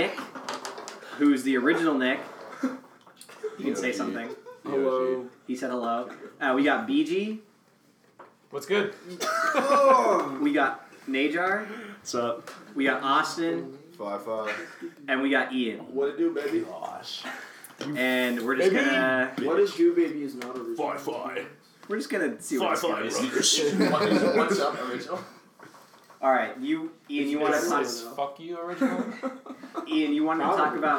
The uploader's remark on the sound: I'm going to apologize in advance for the poor audio quality